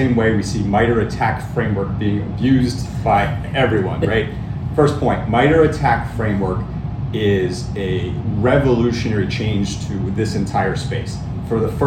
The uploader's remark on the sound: at RSA Conference